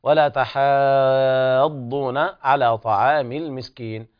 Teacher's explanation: تكرمون اليتيم لم هنا لام قمرية حكم الإظهار، والمدود هنا في جميع الآية مدود طبيعية، كلا بل لا تكرمون اليتيم ولا تحاضون، عند حفص يقرأ بفتح التاء وفتح الحاء وإثبات ألف بعدها، وتمد مدا مشبعا مد لازم كلمي مثقل